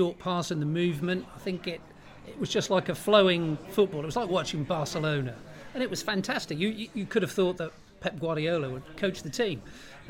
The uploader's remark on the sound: Is LIVE from Departure Lounge. Pop along to the pub and have their say live on the show.